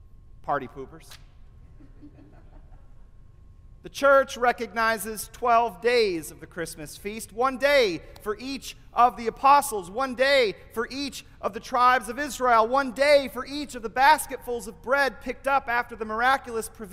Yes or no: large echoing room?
yes